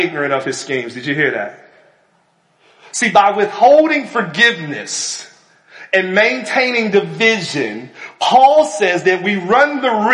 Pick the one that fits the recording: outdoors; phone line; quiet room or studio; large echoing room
large echoing room